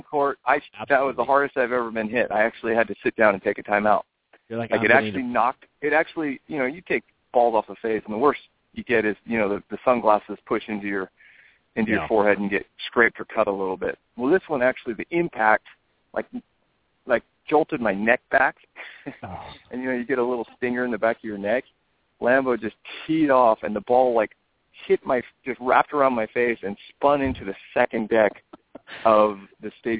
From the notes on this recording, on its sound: Called in from the airport. Checks in from North of the boarder.